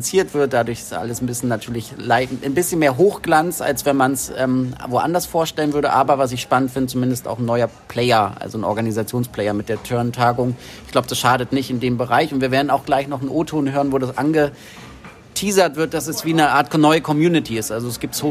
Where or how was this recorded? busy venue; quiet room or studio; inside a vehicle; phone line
busy venue